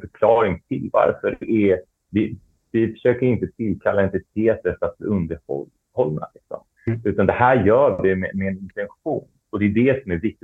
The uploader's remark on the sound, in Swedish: Ljudupptagningen är inte optimal då det är inspelat från en live session via zoom och med "vanliga" hörlurar.